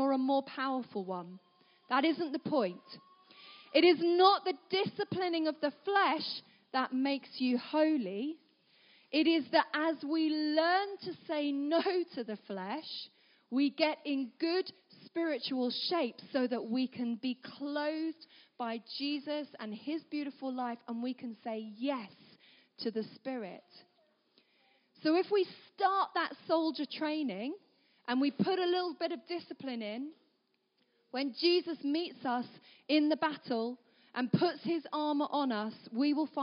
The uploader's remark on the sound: At our 3t family gathering